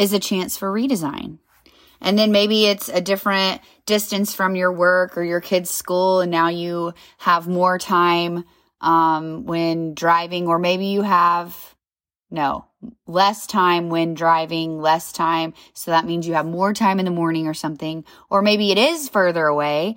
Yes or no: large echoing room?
no